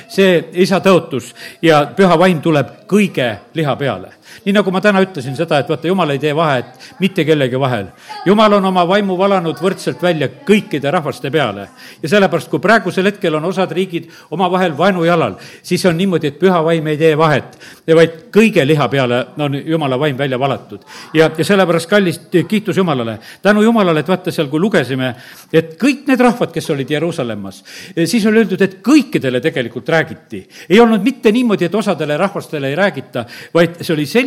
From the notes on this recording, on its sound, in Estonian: Audio salvestus koosolekult